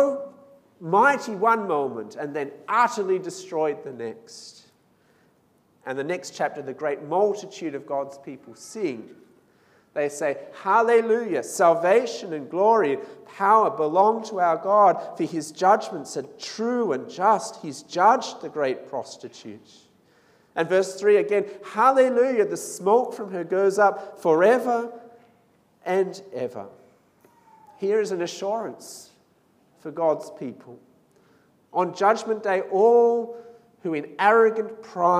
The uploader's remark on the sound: This sermon was preached at St Mary's Cathedral on 15th December 2019.